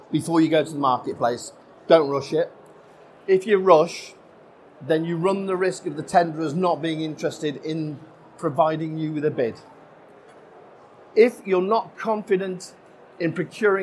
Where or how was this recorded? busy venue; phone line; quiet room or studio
busy venue